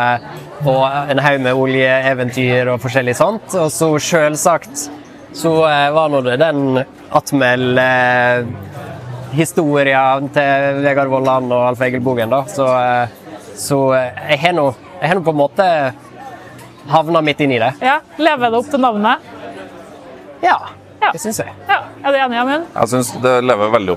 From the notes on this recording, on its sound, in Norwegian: Trondheim Tech Ports InnovasjonsPodcast ble spilt inn under årets Trondheim Skaperfest , midt på torvet i teknologihovedstaden Trondheim. Podcasten er gjort mulig i samarbeid med Nomono , som lånte oss sitt bærbare podcast-studio, fylt med splitter ny lydteknologi fra SINTEF .